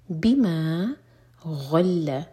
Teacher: غین heavy letter ہے اور لام لائٹ، تو غین کو منہ بھر کر پڑھیں گے، لام کو نہیں